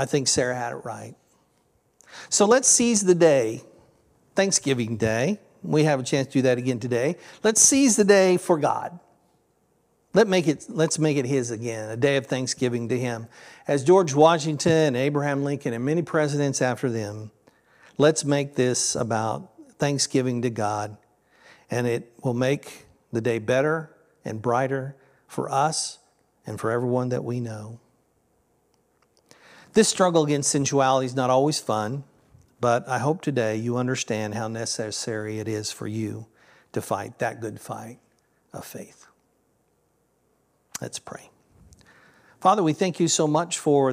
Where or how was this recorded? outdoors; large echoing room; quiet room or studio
large echoing room